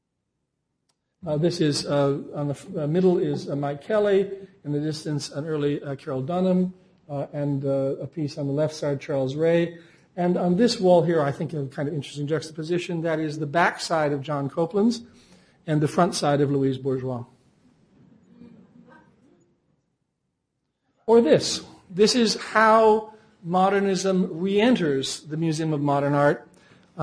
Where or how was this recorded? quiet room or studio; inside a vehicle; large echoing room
large echoing room